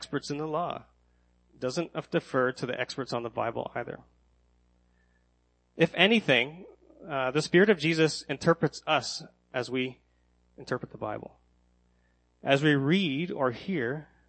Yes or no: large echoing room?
yes